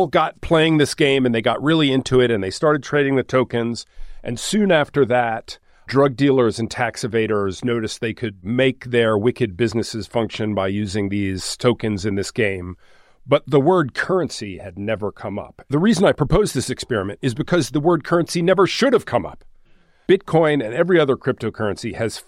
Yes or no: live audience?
no